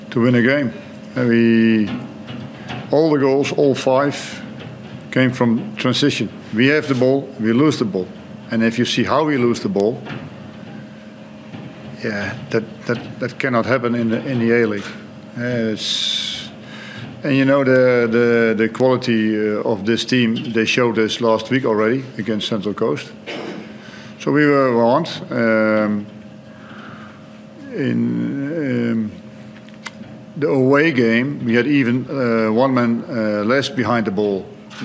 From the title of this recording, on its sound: Post-match Press Conference